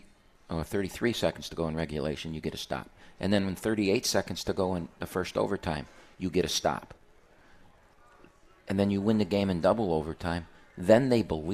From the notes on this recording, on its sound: live from RJs Pub in Rochester Hills!